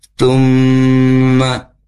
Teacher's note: kita bisa merasakan di rongga hidung kita ada getaran ketika membunyikan suara gunna